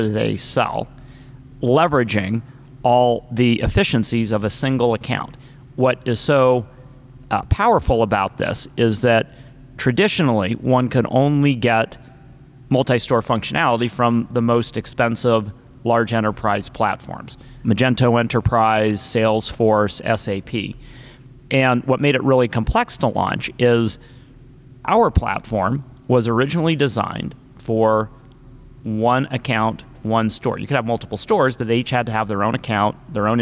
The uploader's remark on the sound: Live from ShopTalk